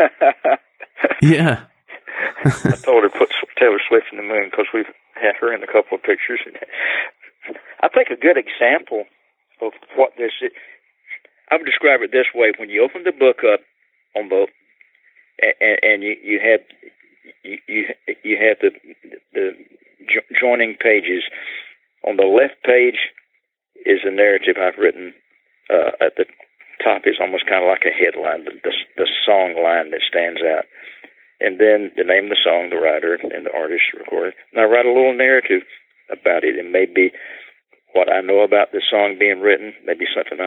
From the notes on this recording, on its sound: he joins us by telephone